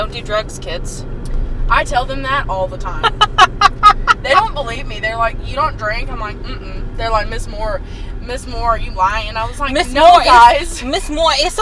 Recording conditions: outdoors